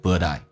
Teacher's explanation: But I 用降调读，而且有连音变成 ButI，而且速度很快